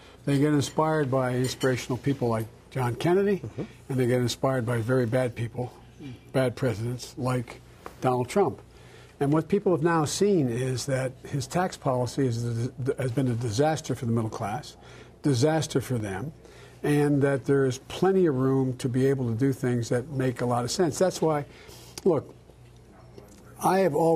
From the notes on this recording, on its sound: What follows is a lightly edited interview from a pub in rural New Hampton, Iowa.